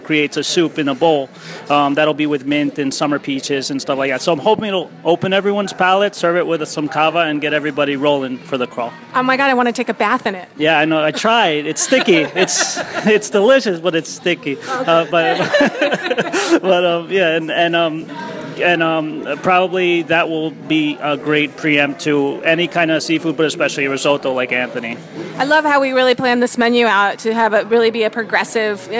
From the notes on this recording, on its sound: Lead a group of lohud readers on a four-course walking feast through downtown Nyack. The lohudfood crawl stopped at 8 North Broadway, Velo Bistro Wine Bar, Wasabi and Patisserie Didier Dumas.